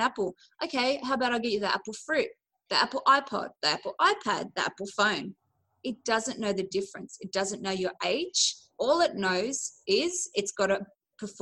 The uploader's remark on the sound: Recorded on a LIVE Webinar. I share my knowledge with a group of amazing women eager to Master their 'Mindset'.